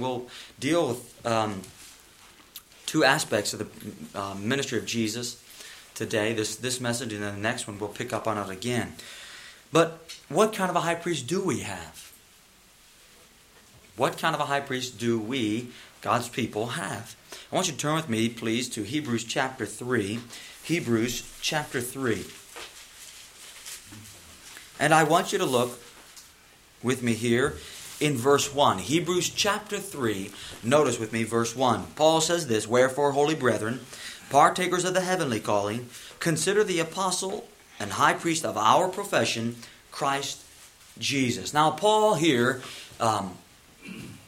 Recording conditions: large echoing room